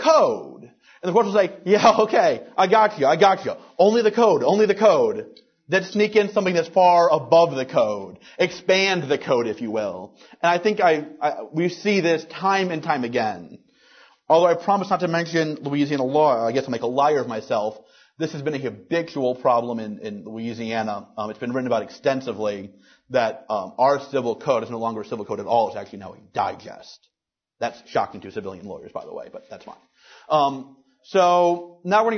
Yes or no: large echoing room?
yes